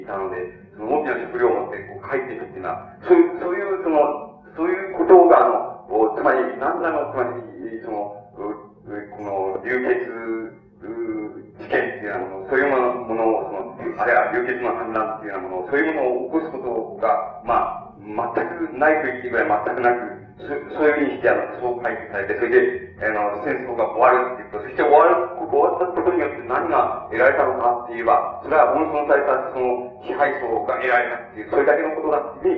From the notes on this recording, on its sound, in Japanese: 音質：３。場所：明治学院大学100番教室。6.10反帝戦線・社学同政治集会〉 での講演。周辺のノイズや残響音が入っているが 比較的クリアに収録されている。